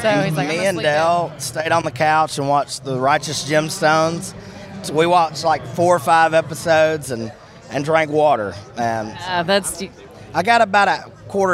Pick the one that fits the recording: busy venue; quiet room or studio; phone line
busy venue